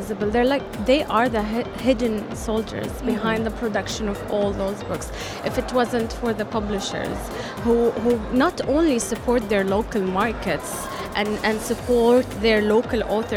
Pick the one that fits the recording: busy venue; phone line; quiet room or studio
busy venue